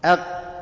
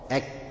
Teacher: القاف بتخرج منين؟ من اقصى لسان بس ايه فوق، والكاف من اقصى لسان بس ايه تحت. فاللسان اما استعلى طلع فوق في الدور العلوي، حصل هنا عمليه اسمها تفخيم.